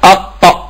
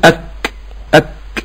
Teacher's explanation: اما الكاف فيها فرقعه بس ما فيهاش صوت عالي · Shown in: second take · ما فيهاش ميه، ما فيهاش الصوت. · Term: همس